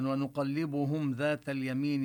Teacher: ونمد الياء التي بعد الميم في اليمين مدا طبيعيا